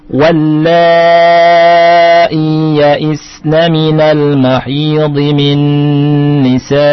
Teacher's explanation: Jadi la-nya panjang juga. La-nya 4 sampai 5 ya. Karena dia mad wajib muttasil.